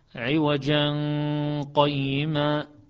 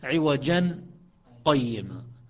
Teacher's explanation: فشعبه يخفي نون عوجا، تنوين عوجا بالقاف من قيما · Shown in: first take · شعبه يقرا عوجا قيما، بينما حفص كيف كان يقرا عوجا قيمة.